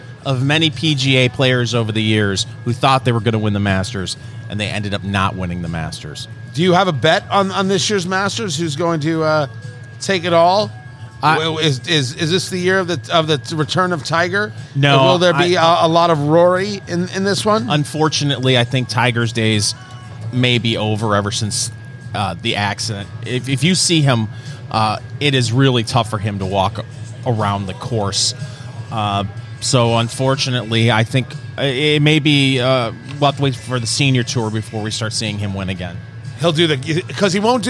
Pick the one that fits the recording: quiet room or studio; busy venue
busy venue